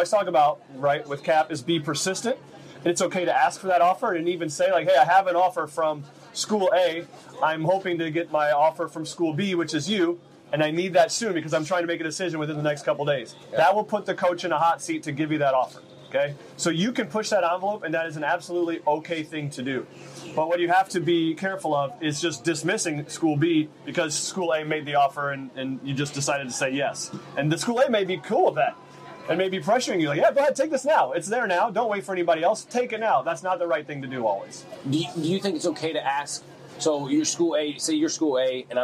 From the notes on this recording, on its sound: Live from the International Rush Cup at the Rush Select Boarding Academy